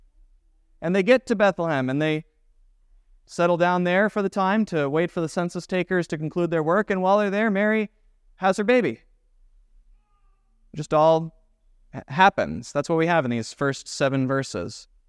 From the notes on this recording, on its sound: was preached at Grace of God Lutheran Church on December 24, 2023